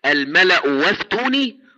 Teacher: ففي مثل الملأ أفتوني تبدل واو لأن الأولى مضمومة